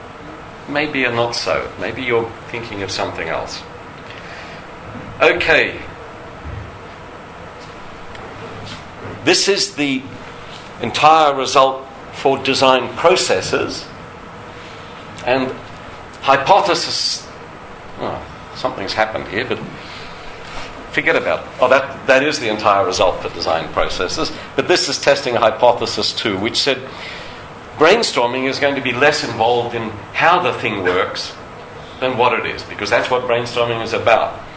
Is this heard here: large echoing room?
yes